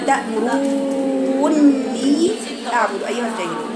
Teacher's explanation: فإحنا بنقرأها المد وبعد كده النون فيها الغنة فيها حركتين، وبعد كده الحرف المد الطبيعي حركتين.